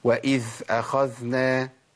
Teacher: دي مش ذال، انا كده دخلت على مخرج الثاء لاني مشيت النفس.